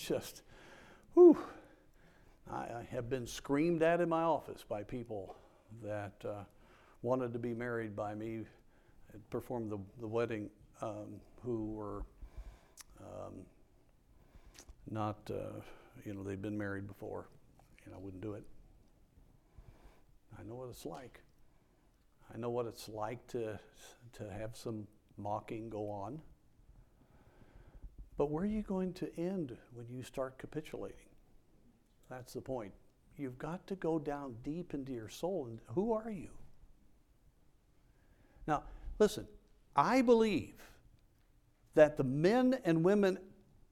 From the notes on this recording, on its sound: A message preached from the chapel platform of Baptist College of Ministry.